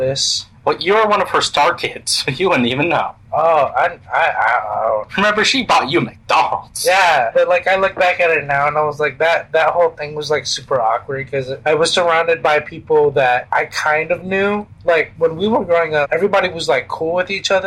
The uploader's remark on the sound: Sorry for the audio quality.